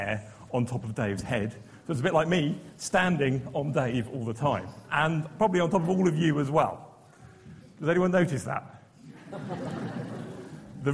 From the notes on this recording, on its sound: BANG! Naked Science Festival. The Naked Scientists take to the stage for the Cambridge Science Festival 2013.